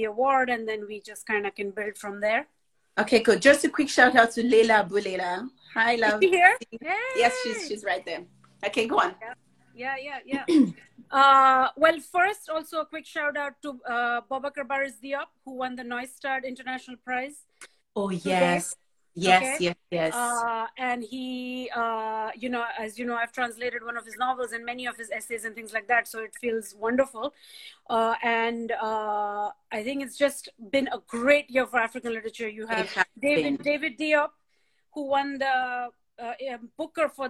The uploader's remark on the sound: This event originally took place on Instagram Live and this podcast carries the recording.